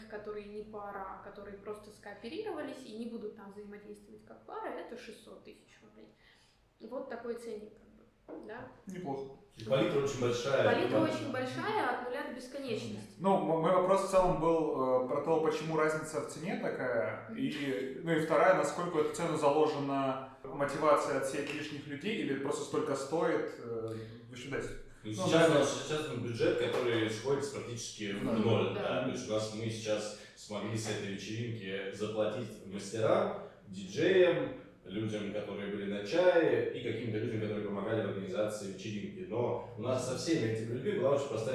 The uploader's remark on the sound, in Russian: Мы записывали выпуск в помещении с ужасным эхо, поэтому звук получился ужасным, о чём я узнал только после окончания записи.